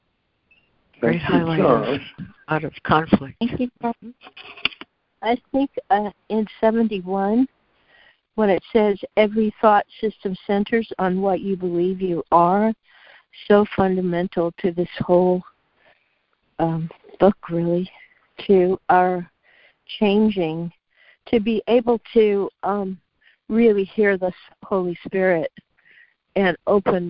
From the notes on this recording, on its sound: ACIM Daily Conference Call